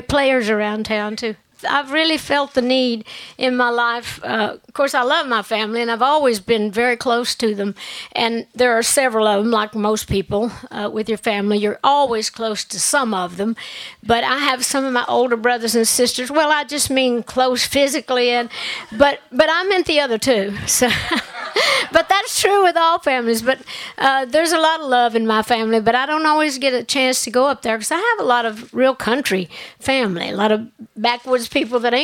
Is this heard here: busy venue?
yes